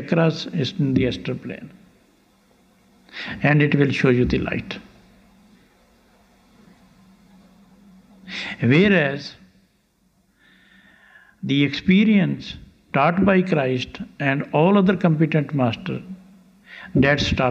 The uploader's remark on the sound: Lecture from 17th July 1991 in Landshut, Germany